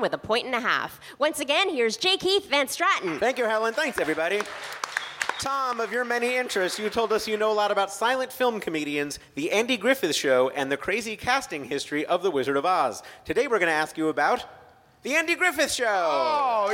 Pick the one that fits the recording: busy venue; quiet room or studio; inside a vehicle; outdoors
busy venue